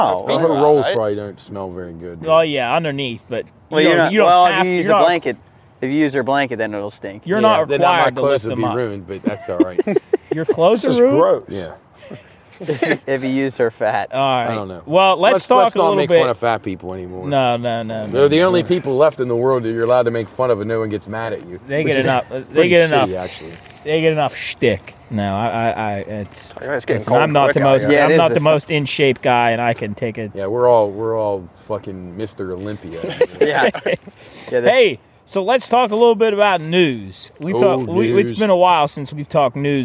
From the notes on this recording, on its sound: The Pine Room Guys are live on location this week from Heritage Port in Wheeling, WV. The guys thought of no place better to go to the ripple shoreside of the Ohio River!